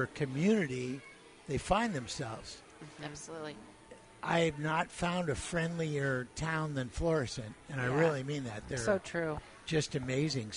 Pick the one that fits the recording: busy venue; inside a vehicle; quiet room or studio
busy venue